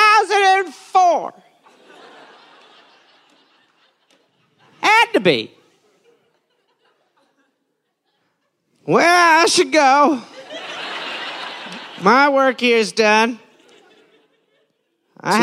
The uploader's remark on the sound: Recorded live in Nashville.